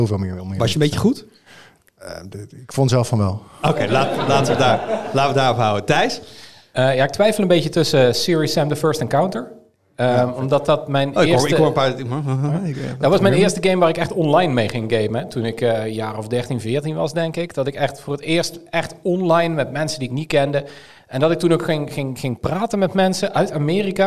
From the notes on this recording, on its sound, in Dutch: Op 10 juni vond de Tweakers Abodag plaats en die dag werd afgesloten met een live-opname van de podcast.